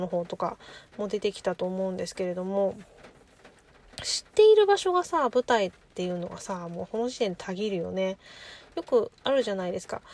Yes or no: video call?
no